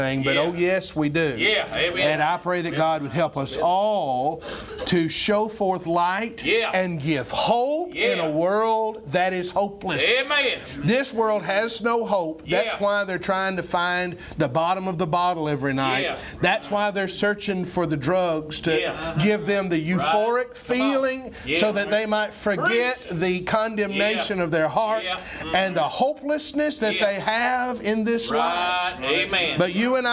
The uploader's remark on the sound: was preached October 31, 2021 at Triumphant Baptist Church in Athens, TN.